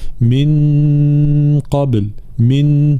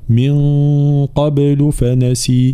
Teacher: نون ساكنة بعد حرف قاف حكمها الإخفاء · Shown in: second take · فدائما الإخفاء ننبه على أنه إخفاء وليس إظهارا مع الغنة، فلا نقول من قبل من، لا هذه نون مظهرة مع الغنة، من قبل فنسي هكذا.